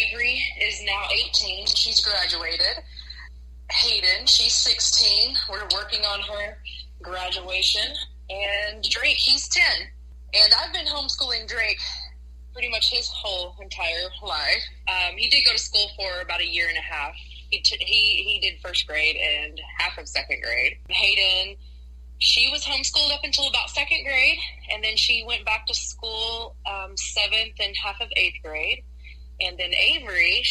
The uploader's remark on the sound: Today's episode was recorded with the brand new BETA version of Anchor with Friends and there are some audio issues.